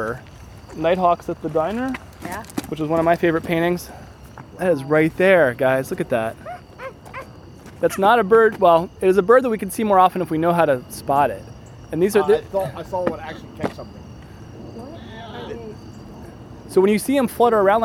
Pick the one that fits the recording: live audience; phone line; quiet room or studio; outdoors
outdoors